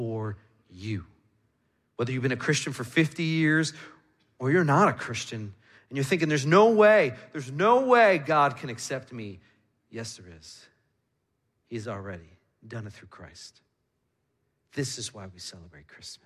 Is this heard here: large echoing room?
yes